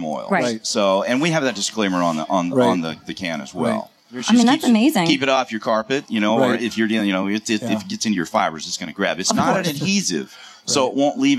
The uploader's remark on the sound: Live from the 2018 National Hardware Show